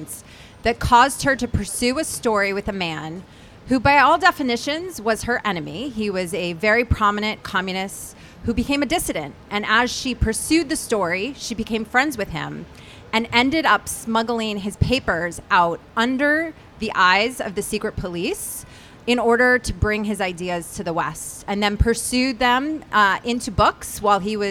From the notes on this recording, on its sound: Live in Bryant Par